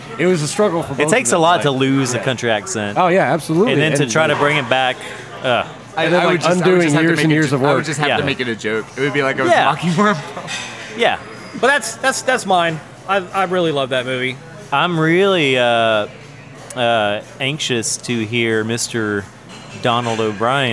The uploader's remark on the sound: Recorded at Rocky Mtn Pizza in Atlanta, GA.